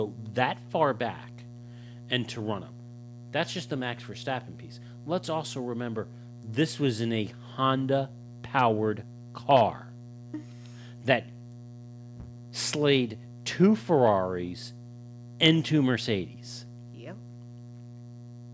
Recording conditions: hum or buzz